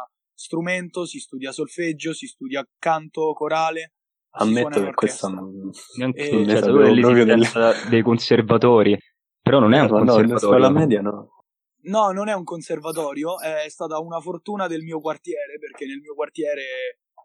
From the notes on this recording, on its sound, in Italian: Episodio registrato da remoto